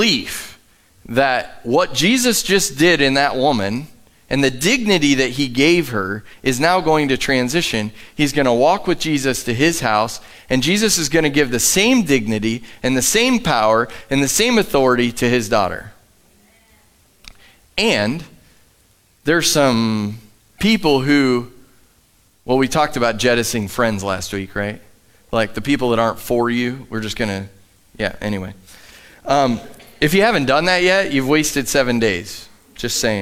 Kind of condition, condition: setting, large echoing room